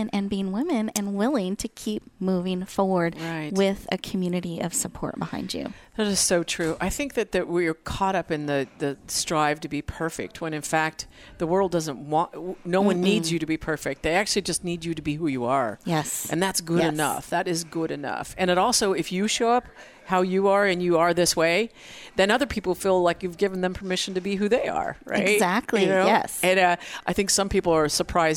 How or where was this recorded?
busy venue